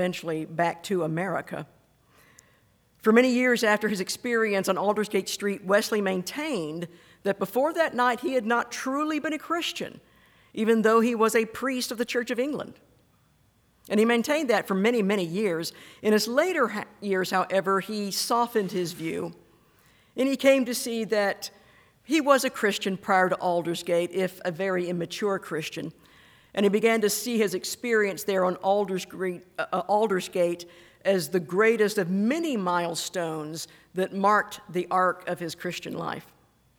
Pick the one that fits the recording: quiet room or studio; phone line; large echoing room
large echoing room